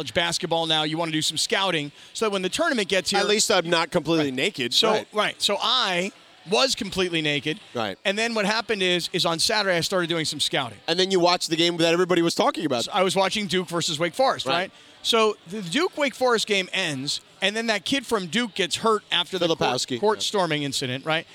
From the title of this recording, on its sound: Live From Crypto.com Arena!